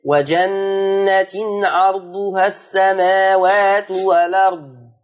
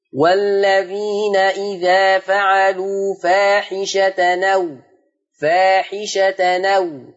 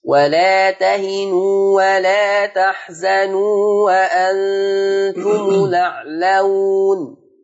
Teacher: أولا لام التعريف، الألف واللام زي كلمة الأرض، يشيل الهمزة وياخد الفتحة مثلا ويحطها على اللام فيصير المنطوق الأرض